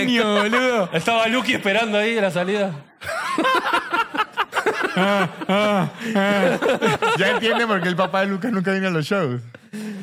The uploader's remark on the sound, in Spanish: Estamos EN VIVO en el TEATRO CHACAREREAN